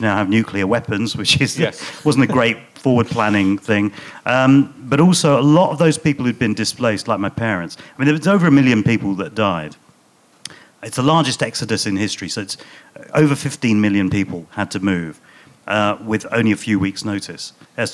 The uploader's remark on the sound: Leicester Square Theatre Podcast. Chats with the audience.